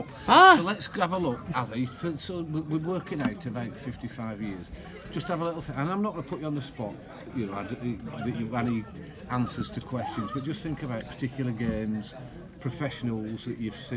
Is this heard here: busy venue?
yes